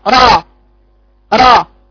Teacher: والصحيح إن أقرأ الراء المفخمة را را، لساني فوق